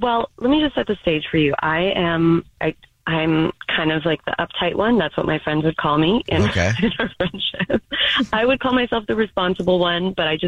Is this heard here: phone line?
yes